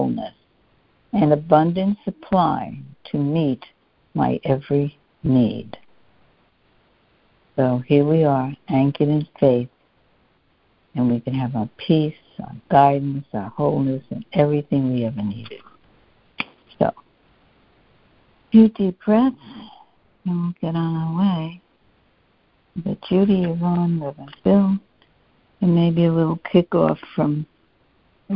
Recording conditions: phone line